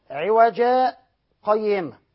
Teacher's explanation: السكت لحفص وحكم هذا السكت أنه سكتة يسيرة بدون تنفس مقدارها حركتين